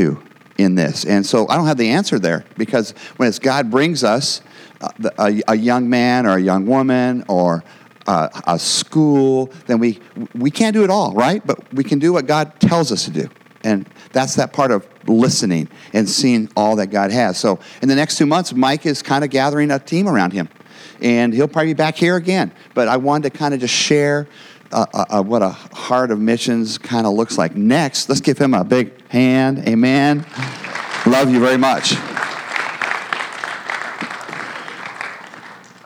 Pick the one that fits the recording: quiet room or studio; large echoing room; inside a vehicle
large echoing room